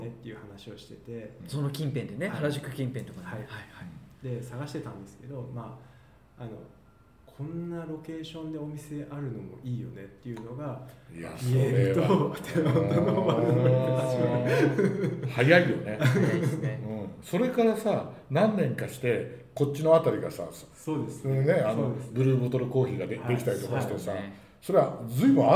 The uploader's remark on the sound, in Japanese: 今回は、東日本橋にあるアナトミカ 東京にお邪魔して収録。